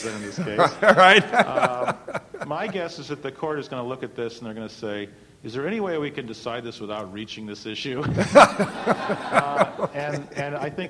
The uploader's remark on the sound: The Federalist Society's Administrative Law Practice Group presented this panel discussion at the 2006 Annual National Lawyers Convention.